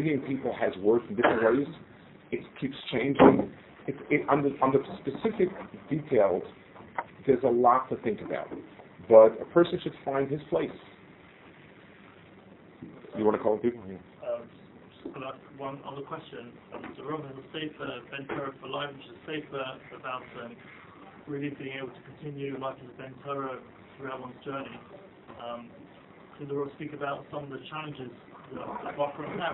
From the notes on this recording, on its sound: Delivered at Aish-Gesher #Israel Trip 2023